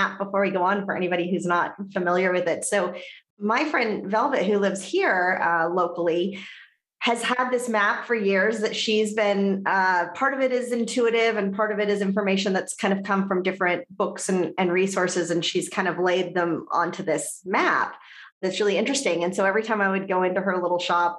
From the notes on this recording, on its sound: conversations I had on Zoom